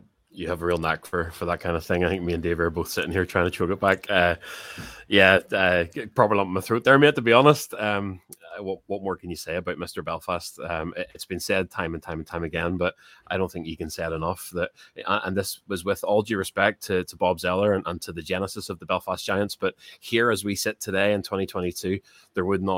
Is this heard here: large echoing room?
no